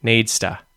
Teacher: You do kind of use the D sound in there, like needs, and then you just say ta at the end. Needs to. In fact, it's almost a D sound.